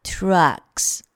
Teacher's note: trucks 它的辅音部分也是有 t 向热滑动的一个发音